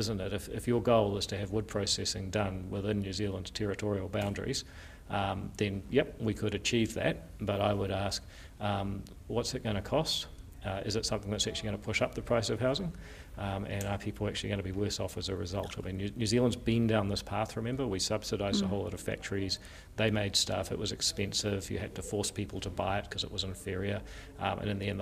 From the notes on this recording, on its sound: In a fiery interview recorded at Waitangi.